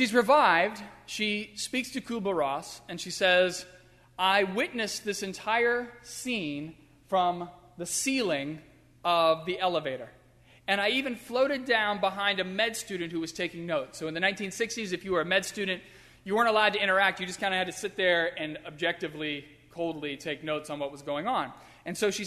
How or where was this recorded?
large echoing room